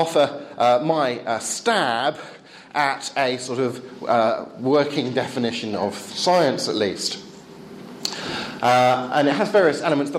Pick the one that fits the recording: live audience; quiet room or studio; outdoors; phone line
live audience